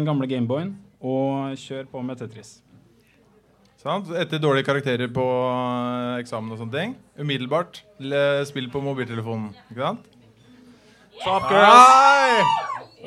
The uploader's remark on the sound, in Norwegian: For aller første gang i historien ble Psykologlunsj gjennomført foran et publikum! I anledning Psykologidagene i Trondheim arrangerte vi et liveopptak, i form av en interaktiv quiz, på utestedet Familien.